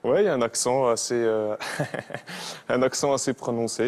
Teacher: Cet accent est caractérisé par une intonation plutôt monotone et des voyelles nasales. Et les R sont souvent prononcés de façon gutturale qui viennent de la gorge · Term: l'accent franc-comtois